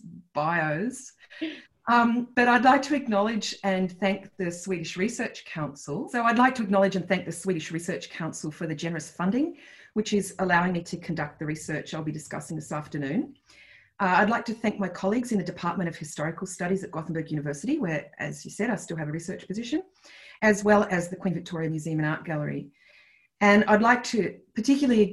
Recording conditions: video call